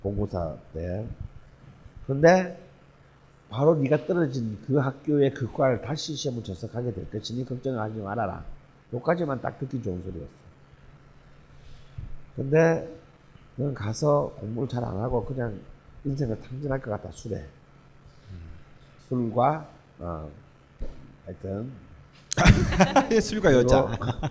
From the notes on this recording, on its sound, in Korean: 뻘쭘한 공개방송.